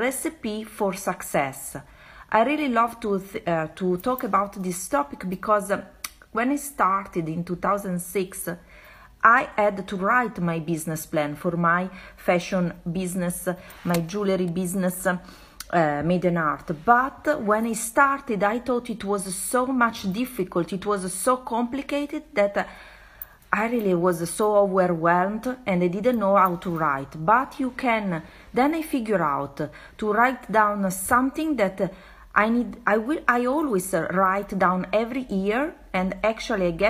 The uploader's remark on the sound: This Episode is recorded from an Instagram Live.